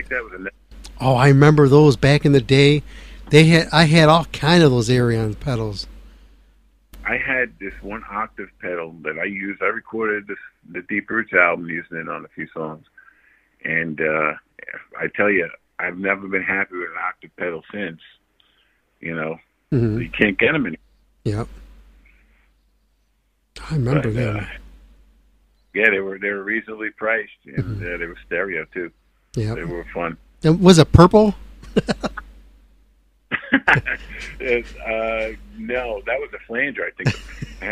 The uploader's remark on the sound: On this episode we have old friend of the show give us a sneak call in.